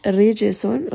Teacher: ra here is light. Jim is going to have a qalqala.